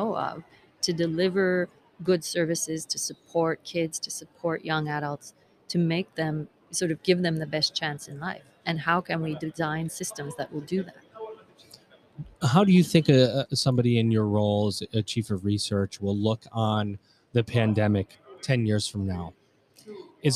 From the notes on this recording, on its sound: LIVE from the WISE Summit 2021. Recorded LIVE & in person from the 2021 World Innovation Summit for Education (WISE).